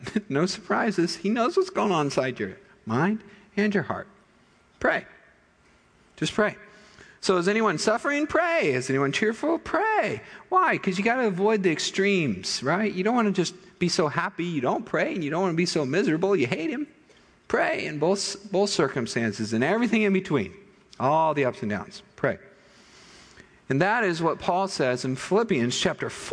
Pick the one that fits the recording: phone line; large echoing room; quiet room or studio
large echoing room